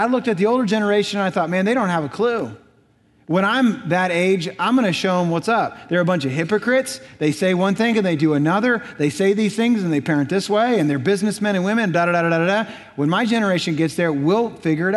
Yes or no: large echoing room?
yes